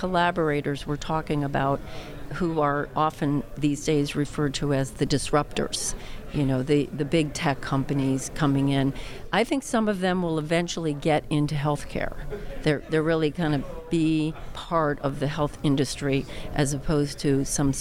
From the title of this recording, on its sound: Live from JPM